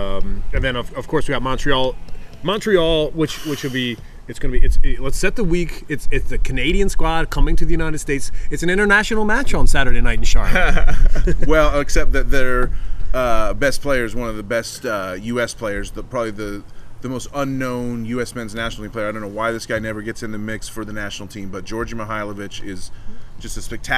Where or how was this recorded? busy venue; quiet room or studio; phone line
busy venue